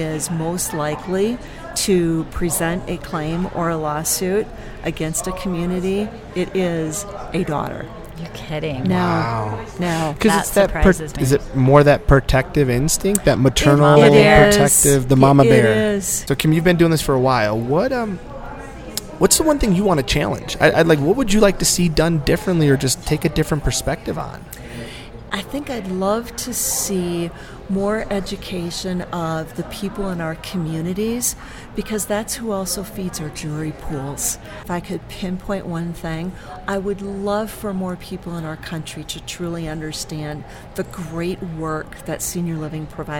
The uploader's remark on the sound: This episode is brought to you from Colorado Assisted Living Association's Fall Conference 2019